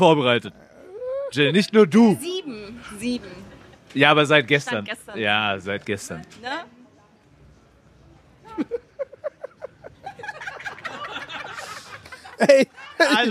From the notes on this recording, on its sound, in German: Erwartet die Hörer eine mitreißende Live-Q&A-Session in der Paulaner Fan Treff Lounge im BMW Park während des FC Bayern Basketballspiels gegen Ratiopharm Ulm. Fans vor Ort erhalten die Gelegenheit, ihre Fragen live zu stellen.